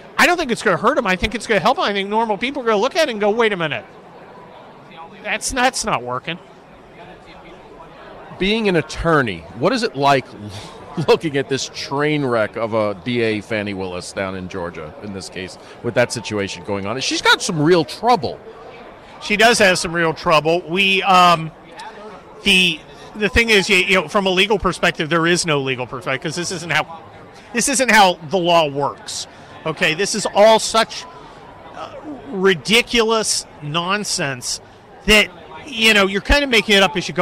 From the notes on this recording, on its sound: does his show live at CPAC